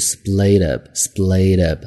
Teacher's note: easybreakup。那分得很简单，很利索、干净，你就会讲 It is 或者 It was，and easy breakup。所以这是这几个单词。那除了我们讲说 break up 之外呢，另外的一个你也可以讲 splitup。split up 这是一个动词，分手。中间是有连读，中间连读的时候美式发音 t 会读 d，所以是 splitup。split up 很含糊的一个 d 在里面。那我们看这儿这样的一个例子啊，I can't believeit。啊，我真的是不敢相信。Brad and Angelina splitup。Brand，还有 Angelina，他们两个竟然是分开了。I thought they